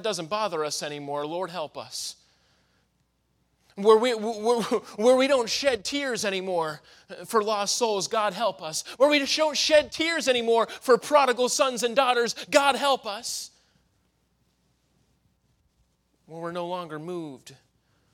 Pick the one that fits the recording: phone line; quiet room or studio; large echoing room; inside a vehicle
large echoing room